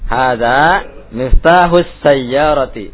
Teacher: Pertama itu intonasinya bukan pertanyaan yang kalimat pertama itu ya. Jadi datar saja.